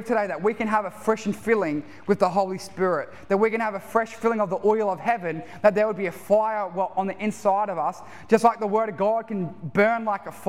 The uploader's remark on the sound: Recorded live at One Heart Church (Tumby Bay) at the 4pm serivce.